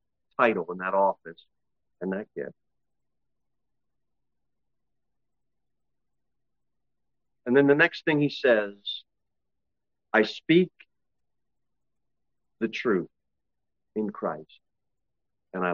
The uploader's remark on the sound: Sermon delivered at Pilgrim Baptist Church